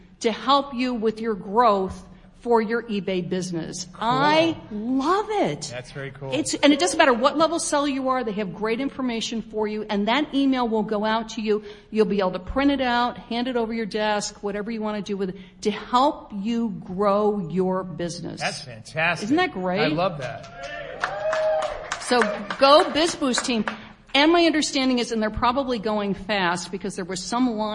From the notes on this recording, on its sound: Live from eBay Open 2018 at Mandalay Bay in Las Vegas, NV: audience participation and party favors. Members of our live audience shared their best 1-minute selling tip.